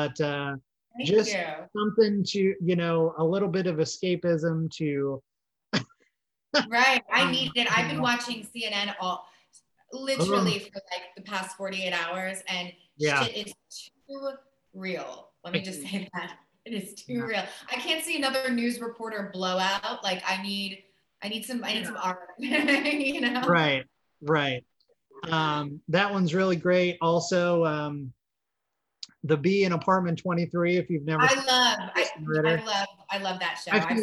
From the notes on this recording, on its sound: Recorded via Zoom